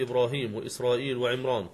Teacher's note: وفخم الراء في الاسم العجمي وذلك في إبراهيم وإسرائيل وعمران